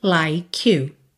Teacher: O último som dessa palavra é o som da letra K, like. E aí eu uso esse som para ligar em you